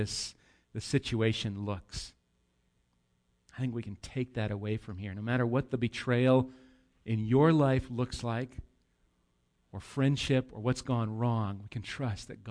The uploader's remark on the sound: Recorded live at Bethany Bible Church on 8/19/18